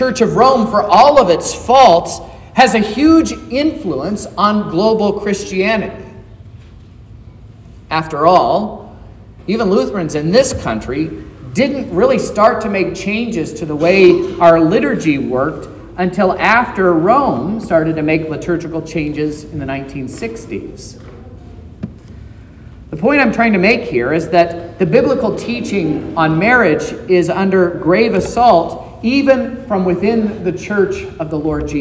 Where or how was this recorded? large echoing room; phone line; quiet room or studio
large echoing room